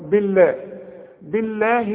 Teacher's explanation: ما دام الباء مكسوره لفظ الجلاله مرقق